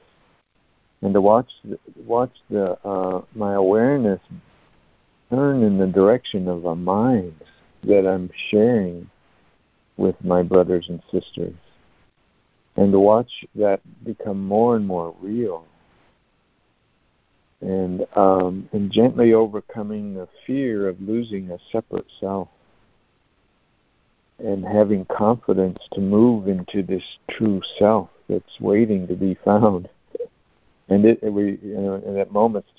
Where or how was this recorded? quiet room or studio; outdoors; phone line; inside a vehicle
phone line